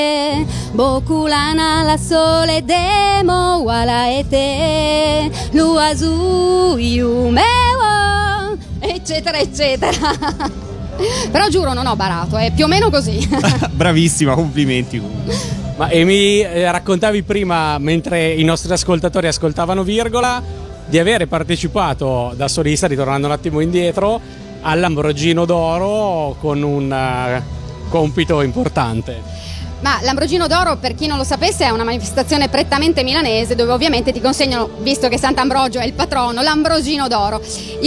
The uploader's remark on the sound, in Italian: Direttamente da Lucca Comics & Games 2011